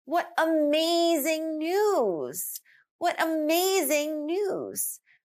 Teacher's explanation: if I pronounce it that way with the emphasis on amazing, we're pointing out how cool, how amazing that news is.